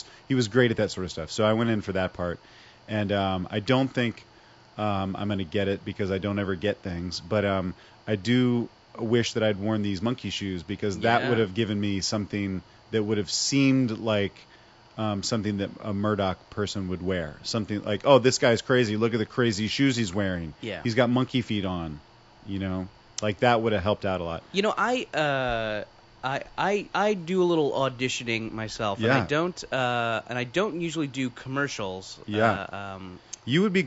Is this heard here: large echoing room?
no